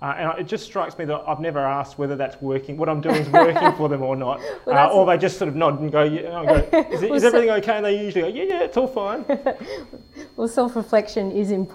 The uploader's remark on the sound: This interview was recorded in front of a live audience at the RACGP WA Open Day, Sunday 18 March.